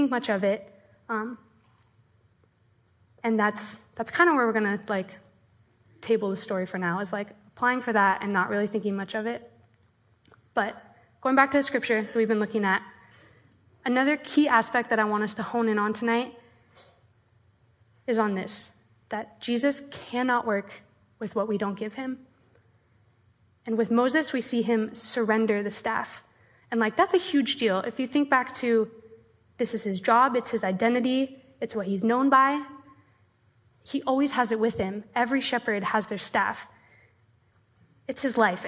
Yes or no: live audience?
yes